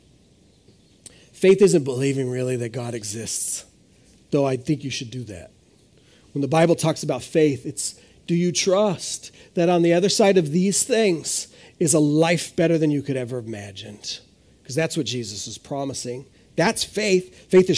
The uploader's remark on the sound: This is audio ripped from the Live Service video.